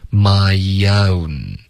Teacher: 因为 my 结尾有一个 e 的音，然后从这个 e 滑到 o，你的舌头会降下来。Yo,就导致一个很轻的一个 yo 了。My own. · Term: 添加的 e